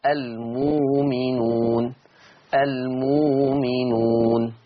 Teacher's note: فيه إبدال الهمز الساكن بواو مادية، إبدال الهمز الساكن بواو مادية فتقرأ المؤمنون، المؤمنون، تمام كده.